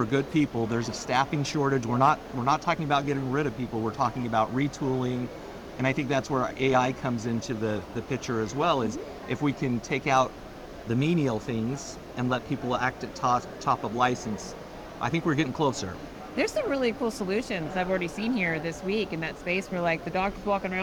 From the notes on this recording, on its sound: Today on the Conference channel, it’s a double Interview in Action live from the 2023 CHIME Fall Forum.